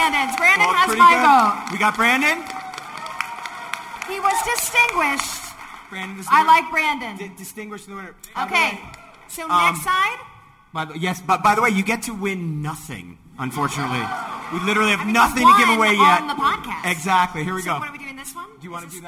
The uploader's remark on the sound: Live from FanExpo Denver. At their very first LIVE podcast recording. Our live audience. We welcomed our audience to create voices for original characters fans of the show submitted!